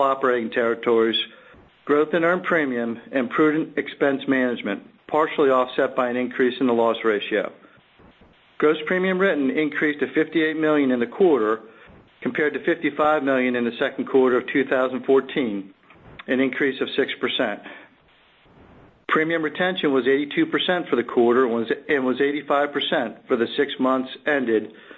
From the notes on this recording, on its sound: ProAssurance Earnings Conference Call